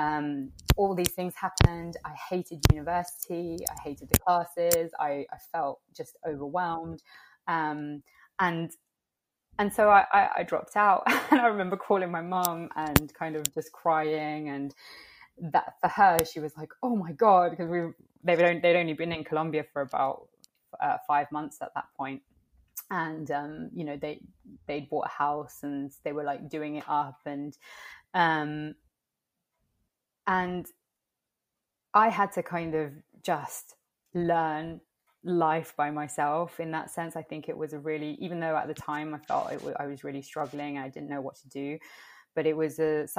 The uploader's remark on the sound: the audio in this episode was a tad bit messed up when it was downloading